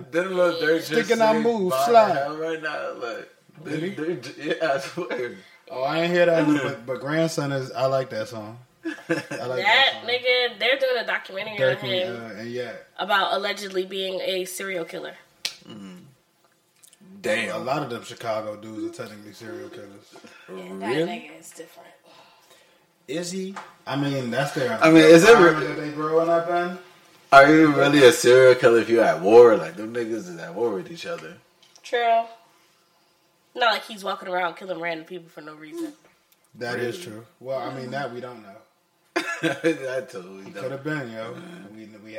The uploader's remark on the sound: It was Memorial Day Weekend & the Pod decided to get together and throw the mics on. Please excuse any technical difficulties, as we recorded this without a camera crew.